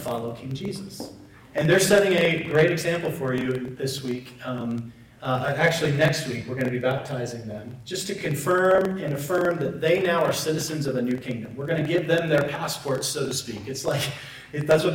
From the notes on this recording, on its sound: Apologies for the poor audio quality.